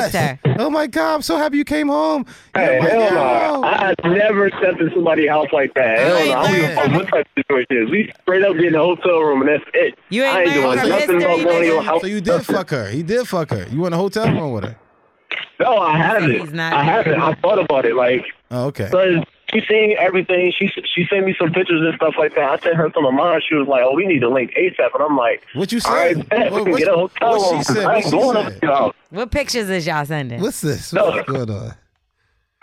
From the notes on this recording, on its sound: Went through some voicemails listeners left. More over they opened up the phone lines for "Who's On Drugs". We also had the phone lines opened for any advice callers need as well.